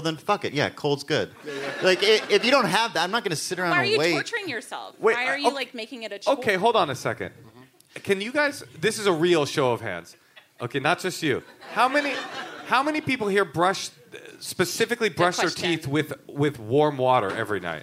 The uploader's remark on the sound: Live from Portland